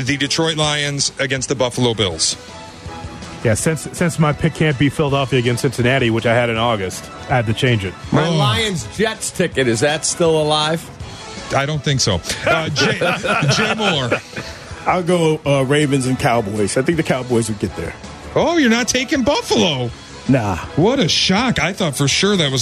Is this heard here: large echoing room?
no